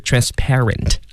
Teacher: 它的这个重音呢是在后面，就是在清辅音 p 它的上面，所以是 transparent。啊，那这个词儿呢，我们继续把它分解。您不要望文生义啊，以为这个 parent 怎么是父母的意思呢？其实它是由一个词根加上一个形容词后缀而组成的单词的一部分。就说这个词儿啊，它也能拆分。嗯，它能拆分成什么呢？其实这个词的部分可以拆两部分。第一个是一个词根叫 par。对，没错，那后面您都认识 ENT 是一个形容词后缀。哦，关键就是看这个